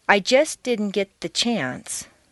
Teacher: In the preceding examples, you can see that because the ending st of just and the beginning d of didn't are so near each other in the mouth, it's not worth the effort to start the sound all over again, so they just flow into each other · Term: consonant-consonant liaisons